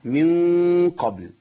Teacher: مع القاف والكاف طرف لساني مرتفع الى اعلى، بقرب من مخرج النون عشان اعمل شبهه الاظهار · Term: الاخفاء الحقيقي